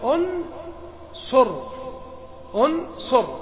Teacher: وأنت تقول أنصر، الصاد مضمومة